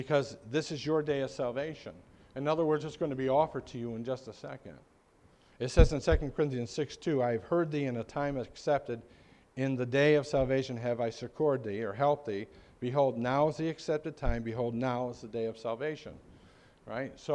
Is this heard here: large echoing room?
yes